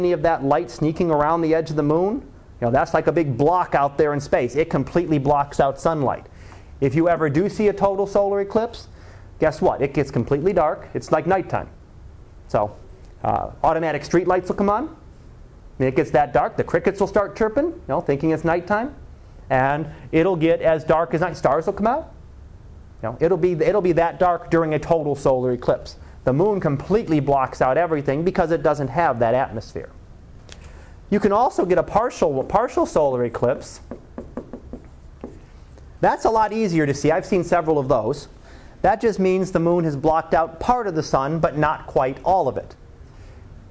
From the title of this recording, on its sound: Live Class Lecture